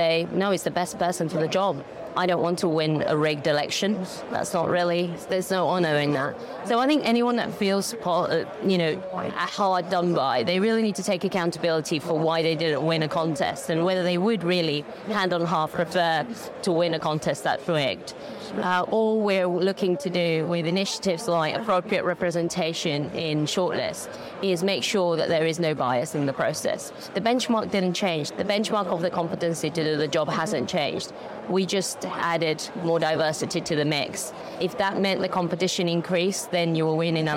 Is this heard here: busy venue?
yes